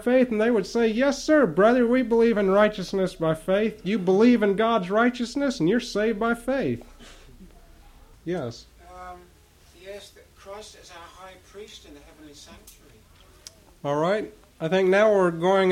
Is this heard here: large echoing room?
yes